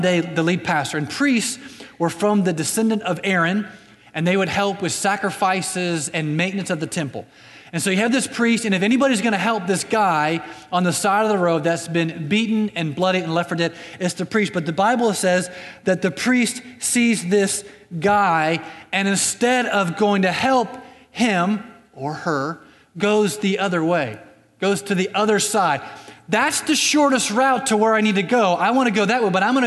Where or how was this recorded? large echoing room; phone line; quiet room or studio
large echoing room